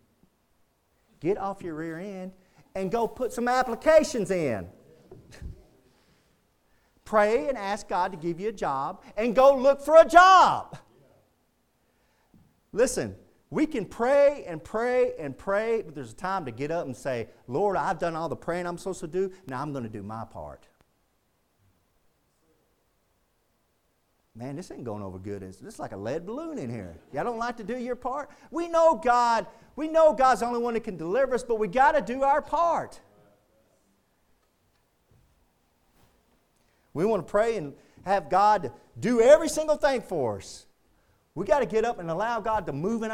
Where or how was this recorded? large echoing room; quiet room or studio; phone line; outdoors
large echoing room